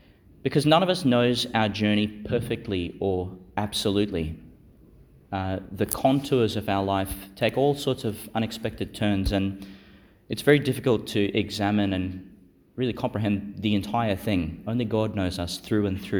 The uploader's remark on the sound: delivered in Our Lady Star of the Sea Church, Gladstone, and St Peter Chanel Church, Miriam Vale, Qld.